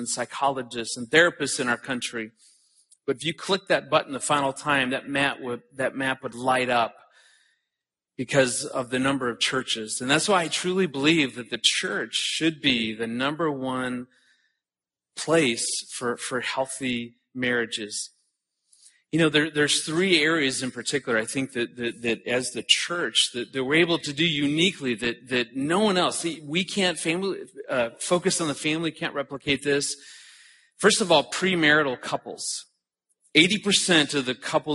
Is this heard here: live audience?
yes